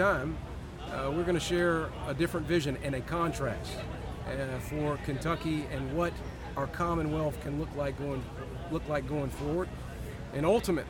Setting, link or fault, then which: setting, busy venue